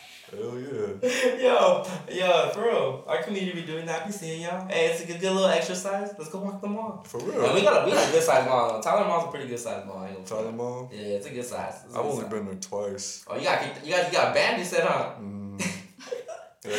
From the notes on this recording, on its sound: Audio still getting perfected, so bare with me.